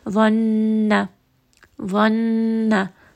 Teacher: So because there is noon with a shadda or mim with a shadda, to emphasize that, we will just keep that in the nose just a little bit longer · Term: ghunna